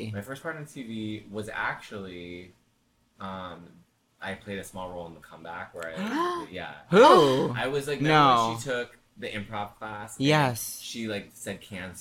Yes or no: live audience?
no